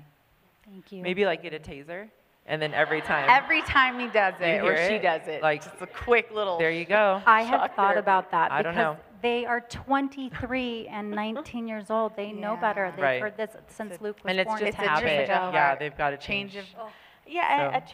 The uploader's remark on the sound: LIVE from Dear Mom, Conference Utah. Coming at you LIVE from Orem, Utah. Take the stage at Dear Mom Conference!